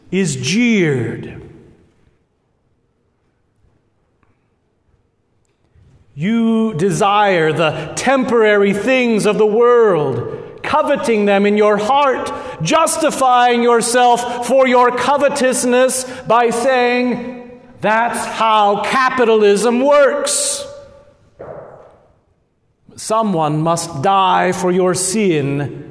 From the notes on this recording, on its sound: at Good Shepherd Lutheran Church in Lincoln Nebraska